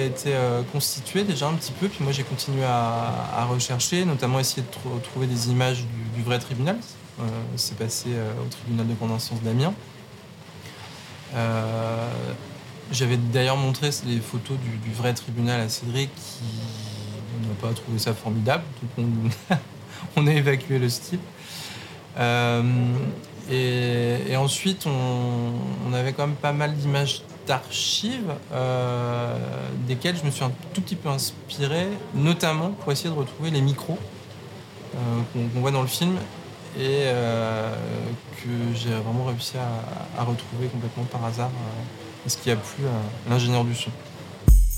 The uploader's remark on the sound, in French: Lors du 76ème Festival de Cannes, nous avons rencontré